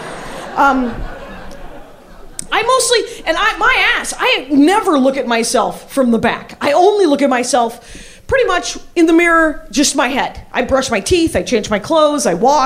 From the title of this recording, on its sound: Live From NYC Podfest 2!